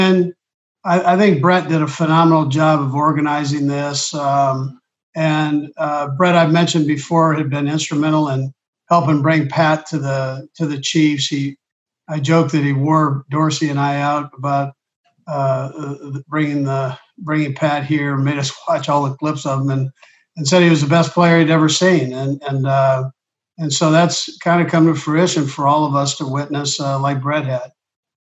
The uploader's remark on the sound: Zoom press conference.